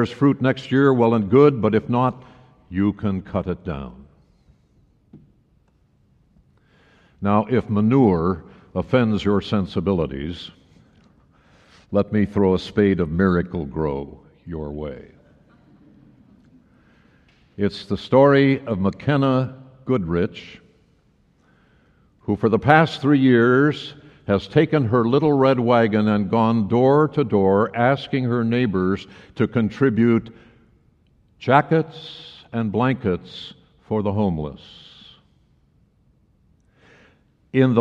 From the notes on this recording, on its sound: Message was delivered during the Traditional Worship service.